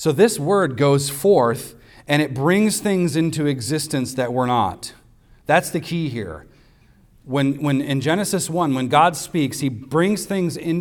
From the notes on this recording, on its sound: recorded on Sunday, September 3rd, 2023, at the weekly worship gathering of Cross & Crown Church.